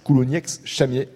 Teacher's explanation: On prononce bien le X à la fin de Coulougnex, en l'occurrence.